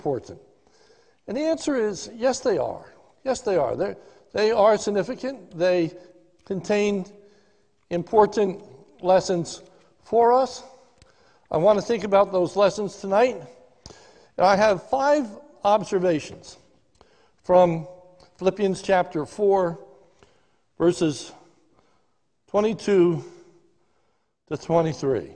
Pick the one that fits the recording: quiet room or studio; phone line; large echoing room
large echoing room